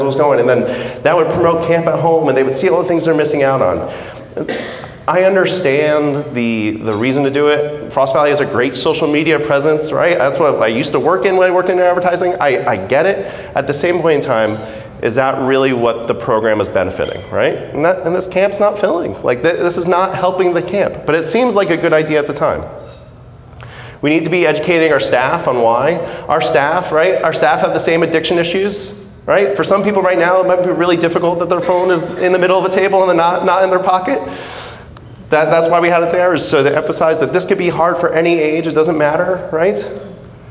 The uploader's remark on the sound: Keynote speaker at the Society of Camp Director 's dinner. On this episode of the podcast, you'll find the audio of his talk.